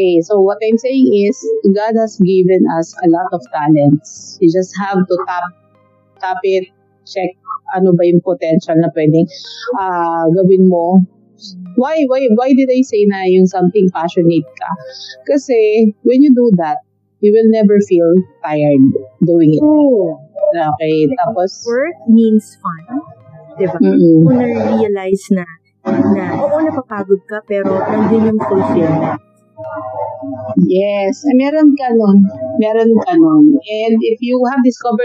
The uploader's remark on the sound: Apologies in advance for some of the background noise. I didn’t notice I used the grounded cable for the mic. No amount of post edit could remove it.